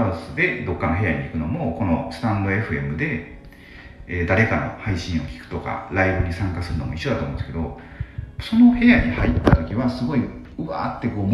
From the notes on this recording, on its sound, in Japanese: 風呂に入りながら収録したので 若干聴き辛いですが